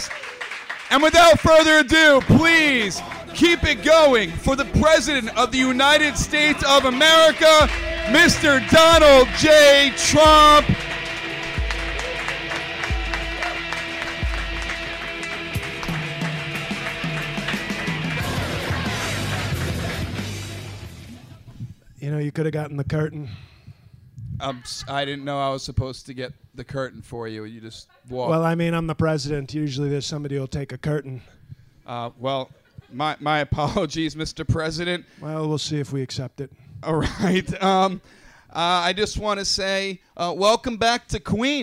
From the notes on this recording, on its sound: taped from QED Astoria